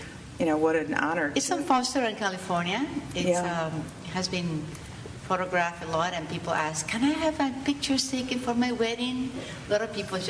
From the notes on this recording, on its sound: LIVE from the hottest home furnishings consignment warehouse in Chicago, Coyle &#38; Herr. LIVE from the hottest home furnishings consignment warehouse in Chicago, Coyle & Herr.